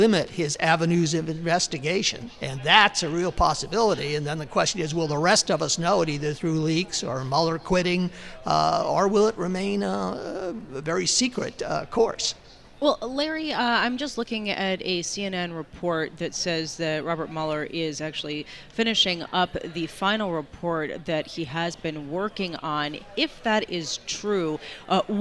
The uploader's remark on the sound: Broadcasting live from Commonwealth Financial Network’s National Conference 2018 in Austin, Texas.